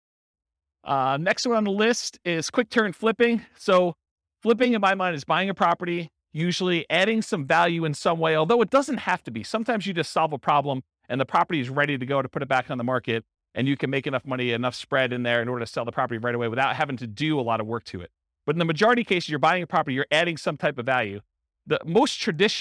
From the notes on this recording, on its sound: Boise, Idaho. This was a live class recorded.